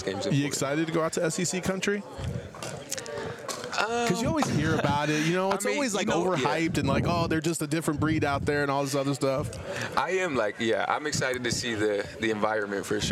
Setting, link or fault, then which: setting, busy venue